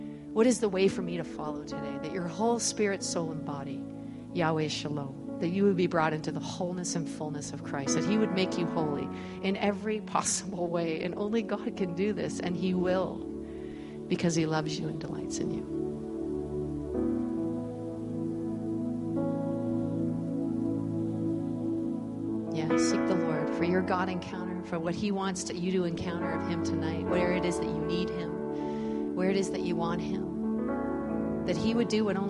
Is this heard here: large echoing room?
yes